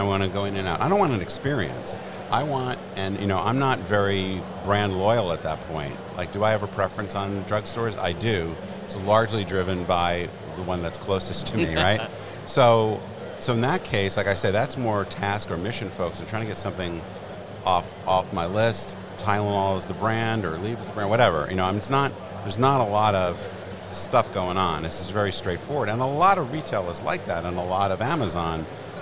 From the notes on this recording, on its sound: This episode is live from The Lead Innovation Summit in NYC